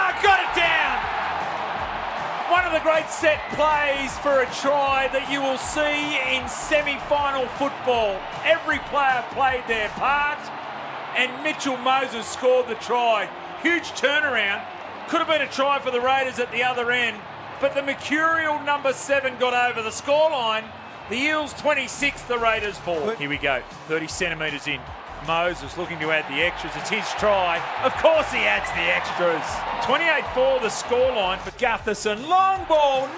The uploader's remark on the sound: Live from Accor Stadium